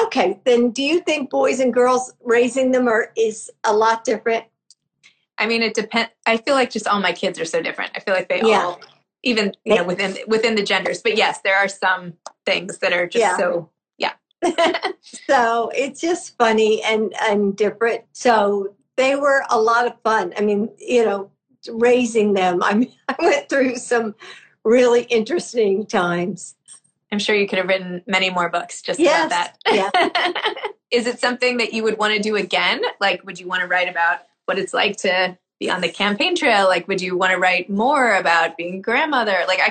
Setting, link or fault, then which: link, video call